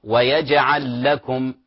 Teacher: أمثلة: ويجعل لكم، لاحظوا، يجعل فعل مضارع نهايته لام، وبداية الكلمة التي تليها اللام كذلك لكم، فهنا إضغام. ويجعل لكم، الأصل تكون عليها شدة لكنها في الرسم القرآني كذلك عليها شدة.